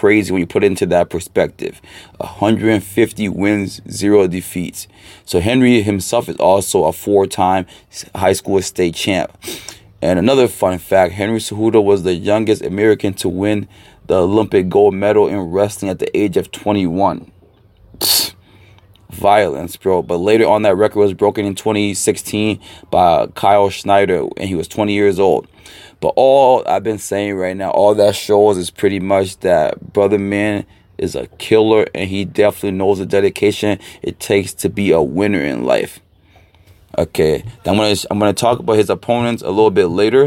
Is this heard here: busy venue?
no